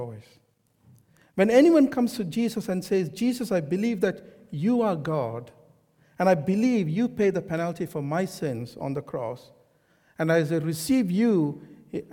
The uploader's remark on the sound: This sermon was recorded on Sunday 9th April 2023 at our Great Denham venue.